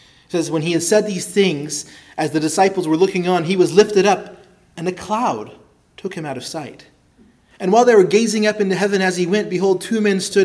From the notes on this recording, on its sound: preached at Christ Our Savior Baptist Church